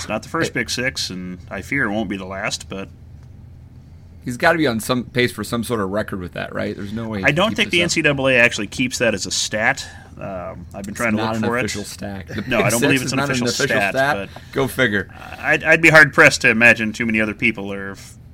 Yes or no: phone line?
no